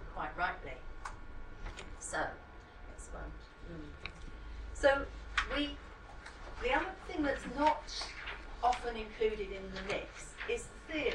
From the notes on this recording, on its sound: speak at SRHE Access and Widening Participation Network Event